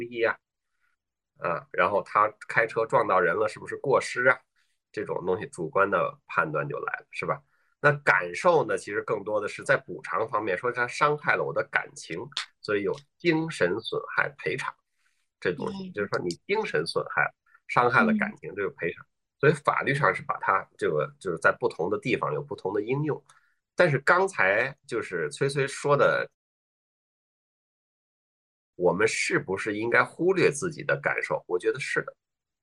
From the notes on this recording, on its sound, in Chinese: 这一期的播客，我们录制的比较早，也因为疫情缘故，不能在线下录，所以就和我们的嘉宾在线上约了一次对谈。